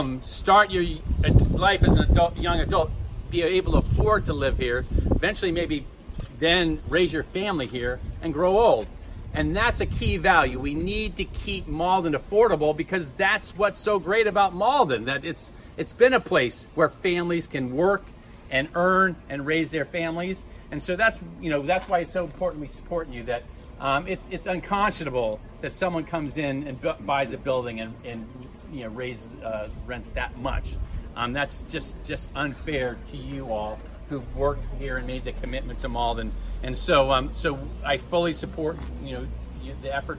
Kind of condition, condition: setting, outdoors